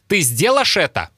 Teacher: в речи главной героини выпадает звук «Й» между гласными. Это тоже черта северного диалекта.